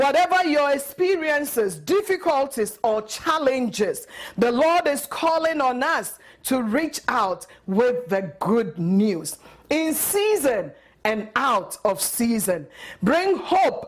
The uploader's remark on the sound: at Living Word Assembly of God Church